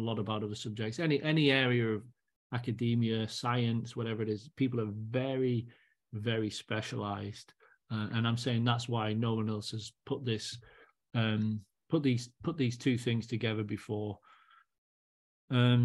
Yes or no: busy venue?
no